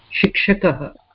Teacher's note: Now note that the shakara is not murdhanya, it is just talavya shakara. So it is enough to say shakara, not sh, just sh.